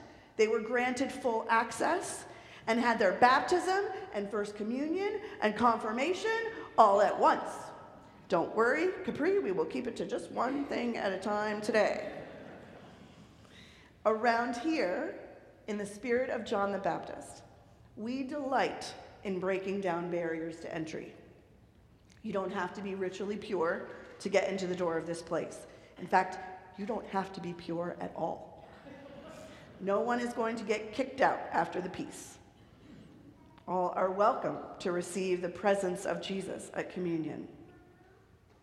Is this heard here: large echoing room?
yes